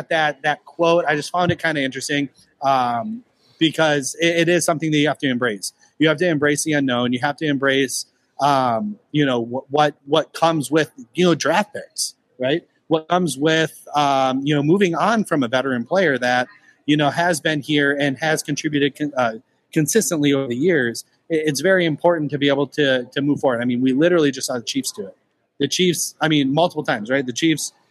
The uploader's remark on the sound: Climbing The Pocket’s Vikings Happy Hour will be doing their first live on-site broadcast from Lake Monster Brewery.